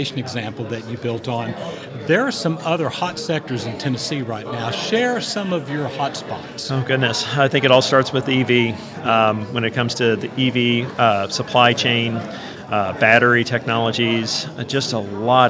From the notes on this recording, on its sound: LIVE from the SEDC Annual Conference in Williamsburg. Is live at the Council's Annual Conference in Williamsburg, Virginia.